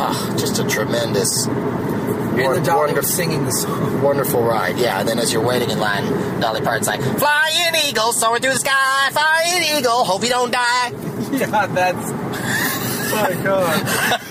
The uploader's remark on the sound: From a rental car driving from Knoxville to Nashville